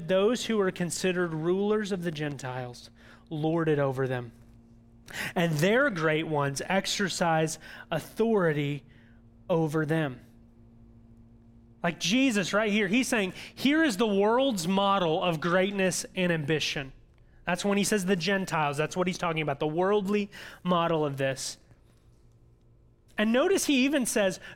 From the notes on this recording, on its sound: audio from New City Church in Champaign-Urbana, IL